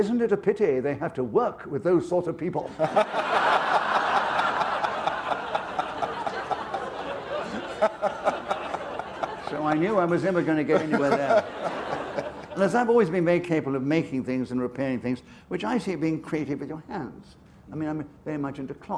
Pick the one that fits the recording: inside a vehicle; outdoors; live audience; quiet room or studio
live audience